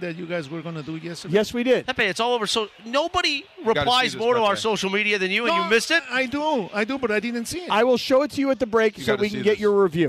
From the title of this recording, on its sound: LIVE From Yaamava!